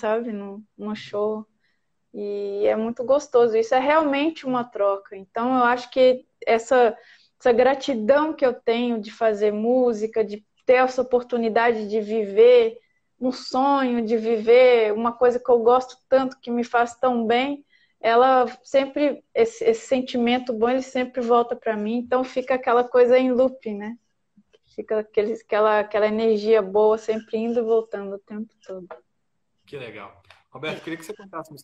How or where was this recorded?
video call